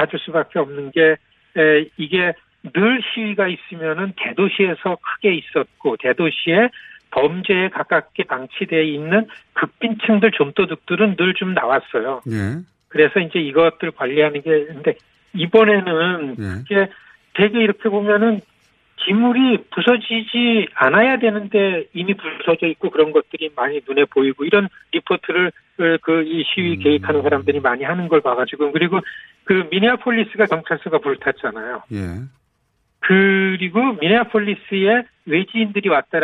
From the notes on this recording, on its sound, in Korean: 전화연결.